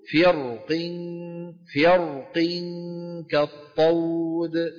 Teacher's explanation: ومن فخم الراء قال إن الكسرة أضعف حرف الاستعلاء، لكنه لم يلغيه، فبقي للقاف قوة في أن تفخم جارتها الراء، فيقولون فرق فرق كالطود. · Term: التفخيم